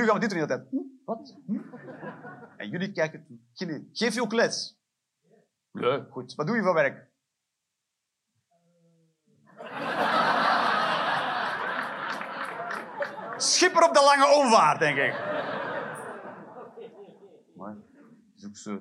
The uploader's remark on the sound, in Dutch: Live 30 September 2023, Cc De Werft, Geel.